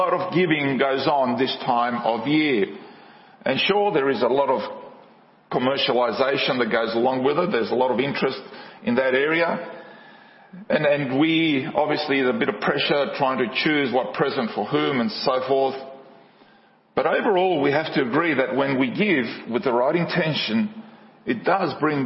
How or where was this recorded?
large echoing room